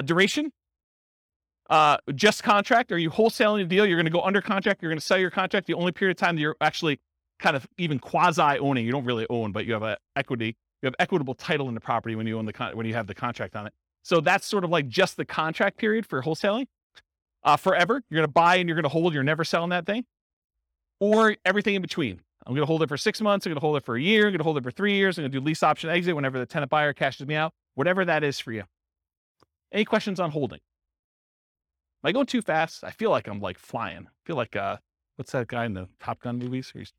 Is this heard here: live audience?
yes